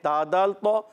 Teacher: تا کا مخرج زبان کا سرا اوپر کے دانتوں کی جڑوں سے، ثنایا اولیا کی جڑیں، زبان کا سرا اوپر کے دانتوں کی جڑیں، یہ تا کا مخرج ہے.